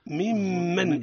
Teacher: الميم مشددة إظهار الغنة فيها